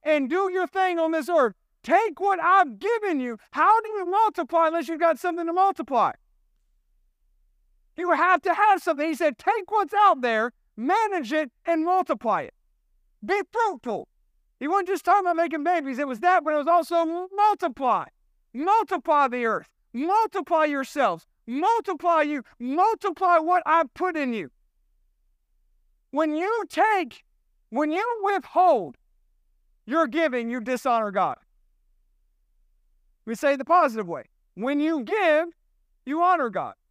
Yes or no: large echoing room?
yes